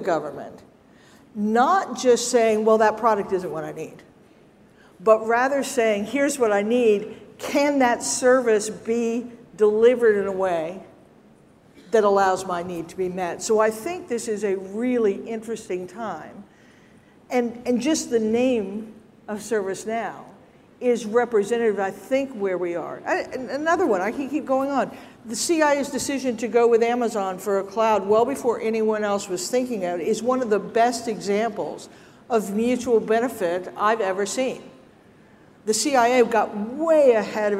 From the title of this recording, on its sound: ServiceNow Federal Forum 2023: Keynote